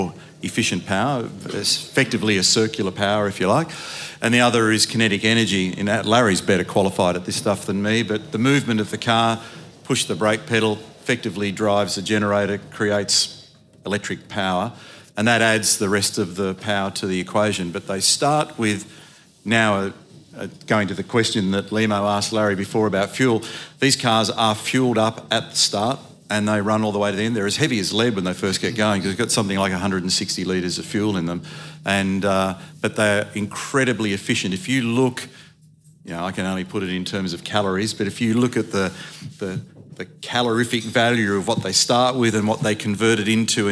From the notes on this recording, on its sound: LIVE at the F1. Speaking at the 2023 VACC Presidents Grand Prix Supper.